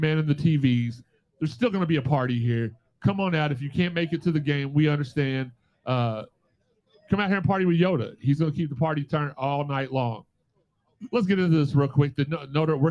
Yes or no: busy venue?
yes